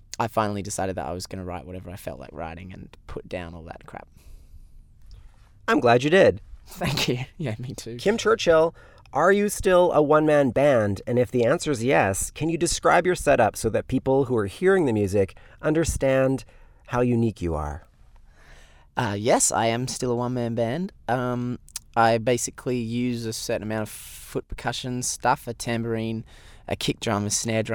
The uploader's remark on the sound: As soon as I sat down in the van. We both slurped away watching the rain outside. Was back in Canada.